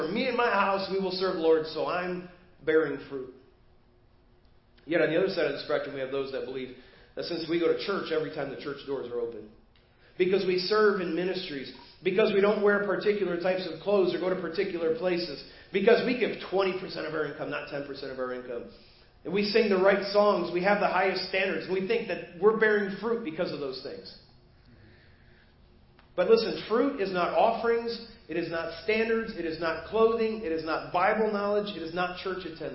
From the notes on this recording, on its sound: Preached at First Baptist Church of Hazel Park